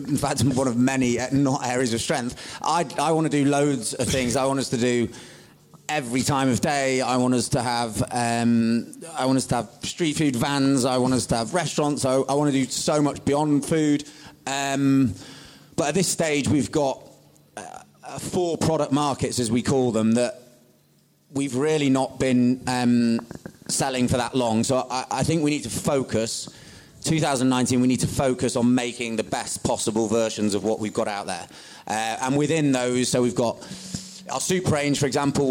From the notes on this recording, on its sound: This bonus episode was recorded at the Business In Food Topic Talks with by CHLOE.